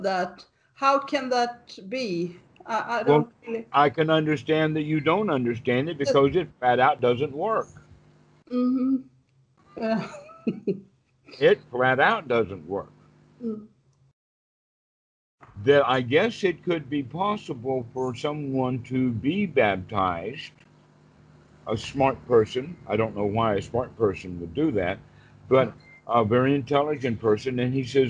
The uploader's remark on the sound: skype calls on this channel